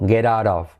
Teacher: T como R suave, semiclave.